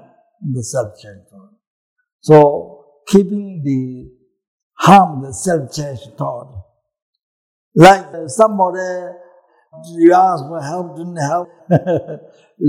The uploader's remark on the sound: The teaching for this episode was recorded on December 10, 2017, at Kopan Monastery, Nepal.